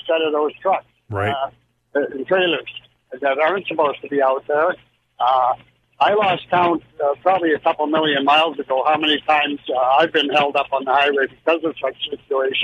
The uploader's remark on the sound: Every Friday we open the phone lines